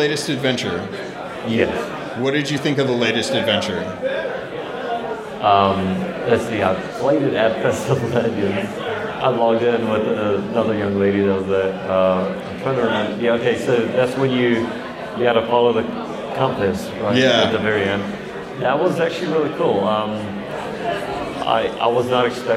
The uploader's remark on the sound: This is the live recording from the Sea of Thieves Fest in the UK. The audio will have a lot of background chatter as we were in a large hall with lots of folks buying and selling props and art.